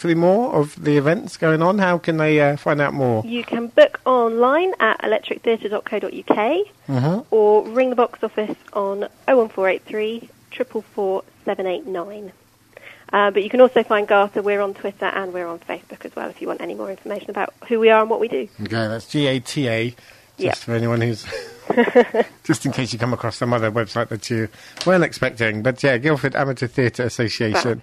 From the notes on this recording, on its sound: joined on the phone